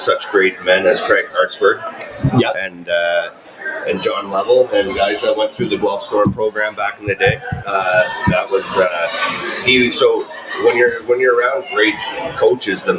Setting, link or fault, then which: setting, busy venue